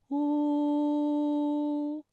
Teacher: 对长嫂的这种深厚的感情。刚才片中我们依然也可以找到很多乌开头的韵母，比如说清苦的苦，拼音是科乌苦，韵母呢是乌。缝补的补，拼音是波无补，韵母呢是乌。还有夫人的夫，拼音佛乌夫，韵母是乌。那我们再来强调一遍拼音乌的发音技巧啊，包括以下几个方面。首先呢，嘴型需要拢圆，突出成小孔，类似于窝的嘴型，但是要保持一个放松的状态。舌头需要后缩，舌面后部隆起与软腭相对。声带在发音的时候呢，声带是需要颤动的，我们可以摸一摸脖子，哎，是不是颤动了呢？我们再来关注一下气流。发音的时候呢，气流需要从口腔中呼出，但是不要发出声音啊。跟我来再发一遍，呜。好，大家可以跟我读一组词语啊。姑姑，姑姑。补助，补助。夫妇，夫妇。朴素，朴素。好了，接下来的时间我们继续纵游中国。兄嫂含辛茹苦的养育，带给了少年韩愈与韩老成安定的生活，情同兄弟的叔侄二人有了共同的成长记忆。唐贞元十一年，公元795年，郑氏夫人逝世后，时年28岁的韩